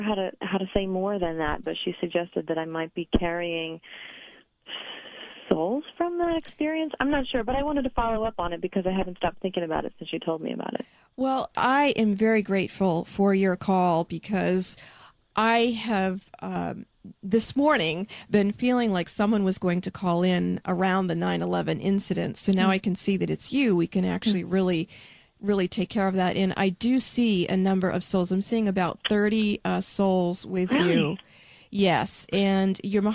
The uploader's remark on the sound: An Open Call-In Show Day